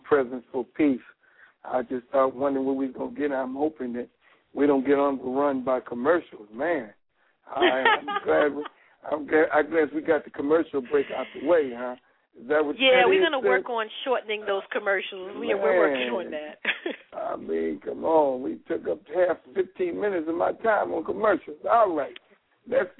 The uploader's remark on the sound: Anchored by one of The Keys 107 (Blog Talk Radio) hosts, members call.